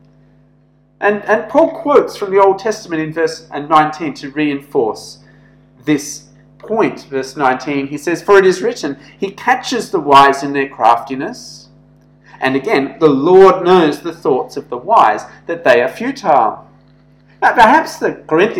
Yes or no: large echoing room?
yes